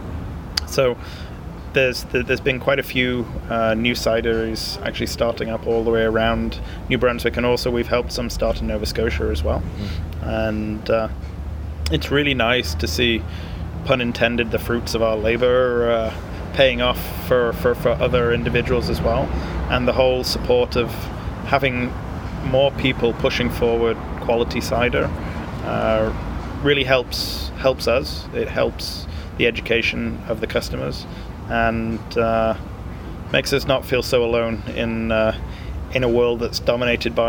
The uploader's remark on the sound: on the patio outside the Cider House